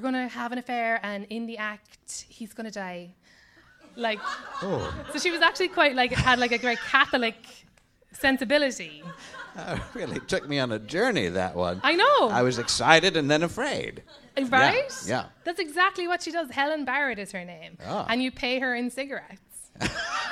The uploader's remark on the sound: Special live episode of Deep Night, recorded at the Slipper Room in NYC.